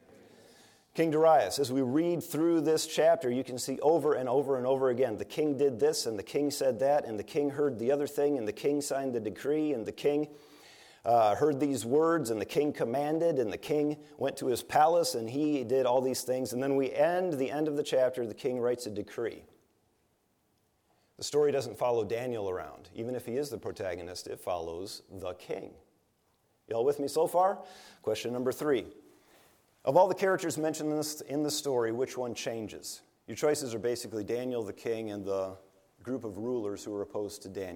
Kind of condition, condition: setting, large echoing room